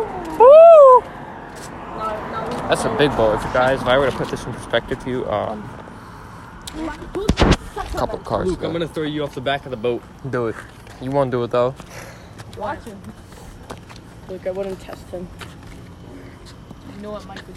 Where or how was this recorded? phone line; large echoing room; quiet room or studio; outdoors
outdoors